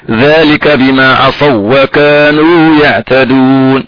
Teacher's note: عند الوصل نضغم طب الحال يعني نضغم الواوين في بعضهم البعض إدغام مثلين ويعطينا واو مشددة مع النبر